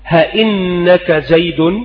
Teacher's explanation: معناه أإنك زيد، فأبدلت الهمزة هاء، أإنك زيد فإنك زيد، وإنما هو خلل في النطق لقرب المخرج أيضا، فهذه جميعها من حروف الحلق، همز فهاء ثم عين حاء مهملتان ثم غين خاء، هي جميعها من حروف الحلق، فيقع هذا الخلط الذي يقال له الإبدال.